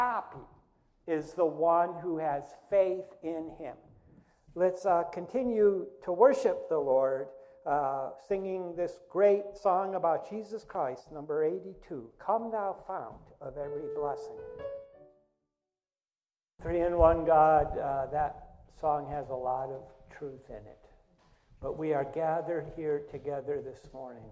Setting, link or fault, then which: setting, large echoing room